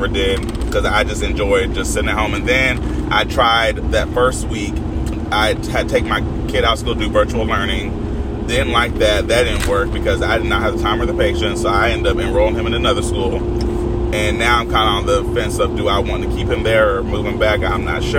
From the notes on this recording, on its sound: This series is for when I’m on the go and have my most raw thoughts as I’m driving and thinking. Now I don’t have to apologize for the extra but I can say that this episode is clear and good.